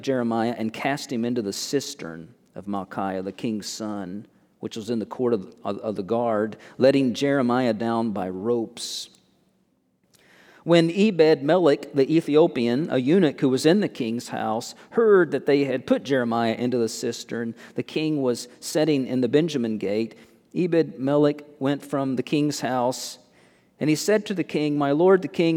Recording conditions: large echoing room